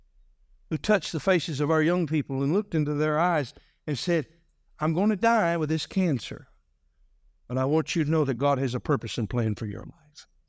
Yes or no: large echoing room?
yes